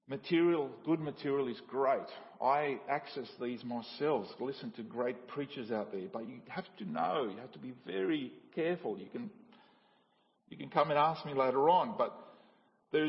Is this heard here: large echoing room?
yes